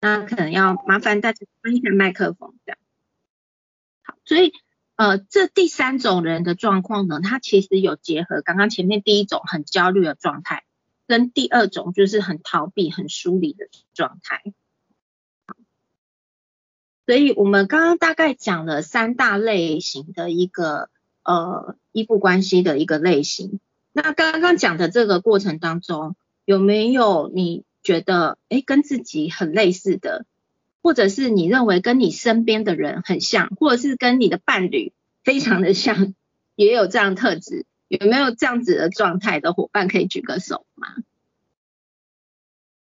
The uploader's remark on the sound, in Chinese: 此為線上課程錄音檔！